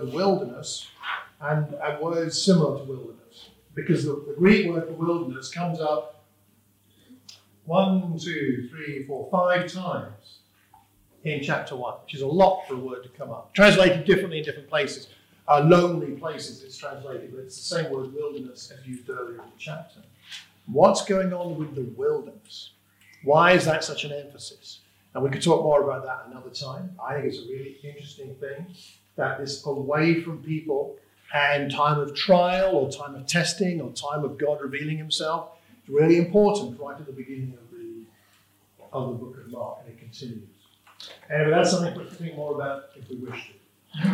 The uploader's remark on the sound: This is a sermon preached for the Watford Church of Christ.